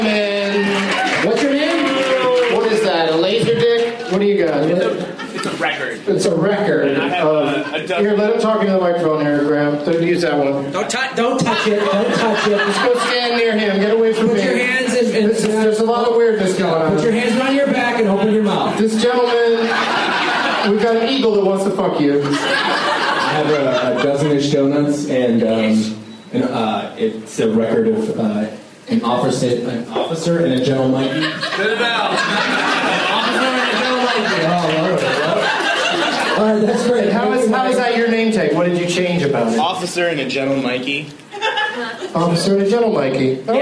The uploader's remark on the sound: In a hotel room. Playing the Leonard Maltin game against audience members at the American Comedy Co in San Diego, CA.